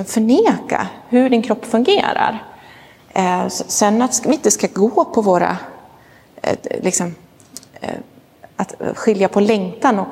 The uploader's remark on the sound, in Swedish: Inspelad i Roseniuskyrkan